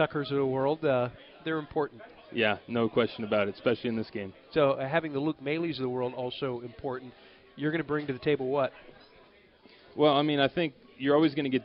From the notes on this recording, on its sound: LIVE from PiratesFest at PNC Park